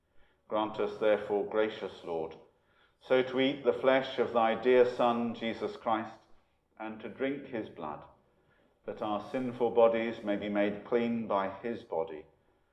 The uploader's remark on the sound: Holy Communion from Empshott, 1 November 2020